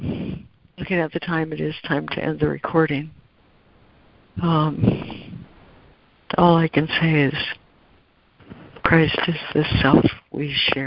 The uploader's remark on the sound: ACIM Daily Conference Call